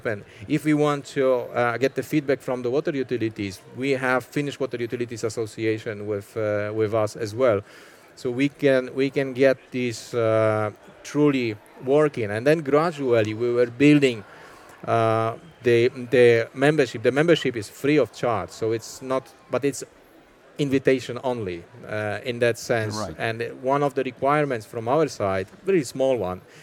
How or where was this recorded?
busy venue